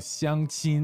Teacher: Okay, so 相亲 that's two first tones, right?